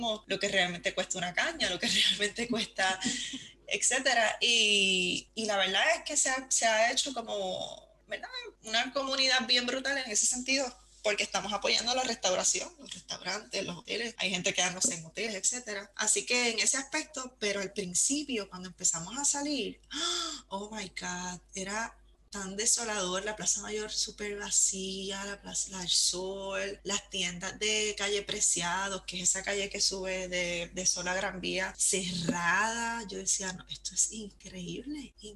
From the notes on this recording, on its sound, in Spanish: Nos conectamos a través de Zoom desde Nueva York a Madrid, España. Interview recorded in Spanish.